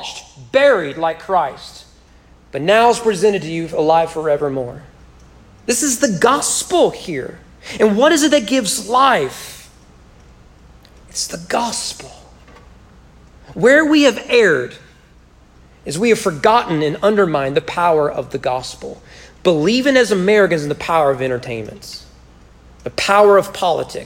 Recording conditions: large echoing room